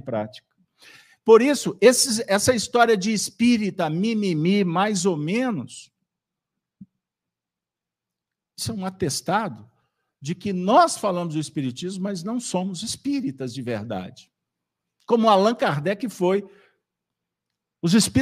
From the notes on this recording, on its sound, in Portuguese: Reunião Pública realizada na Fraternidade de Estudos Espírita Allan Kardec com público presencial, transmitida pelos Canais GÊNESE e RAE TV.